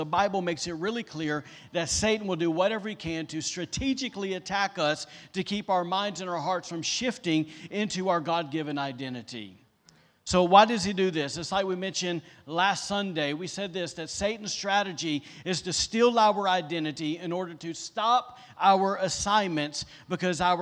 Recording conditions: large echoing room